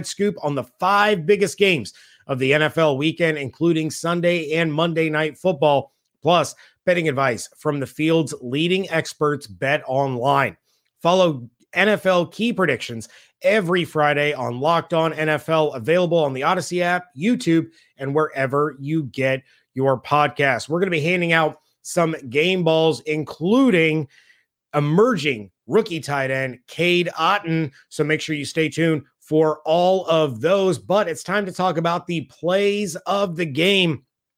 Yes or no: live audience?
no